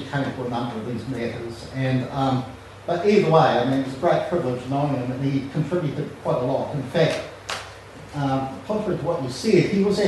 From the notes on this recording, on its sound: plays another of the talks given at the recent Aotearoa | New Zealand Federation of Socialist Societies conference